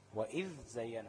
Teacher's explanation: خد بالك انك بتطلع لسانك في الذال وبعدين تنطق الزاي عادي، وإذ زينا، ما تضغمهمش في بعض، ما تقولش وإذ زينا أو وإذ زينا، ذال وزاي ما فيش إضغام بينهم.